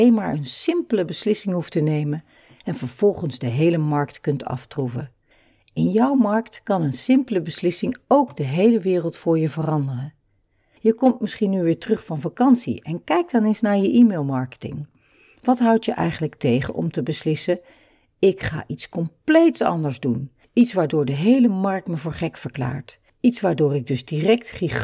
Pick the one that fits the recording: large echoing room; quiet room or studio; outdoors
quiet room or studio